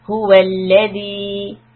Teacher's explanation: emphasize the ha and the shadda on the lam.